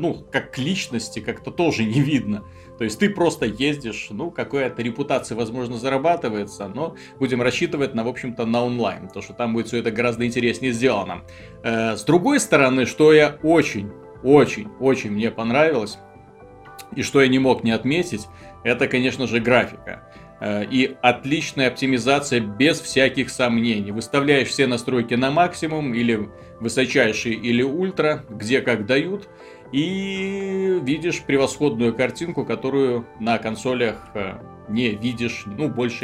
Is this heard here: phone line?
no